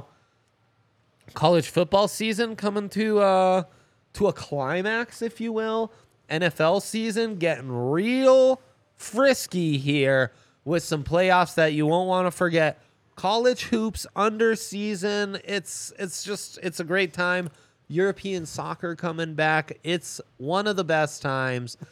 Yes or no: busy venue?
yes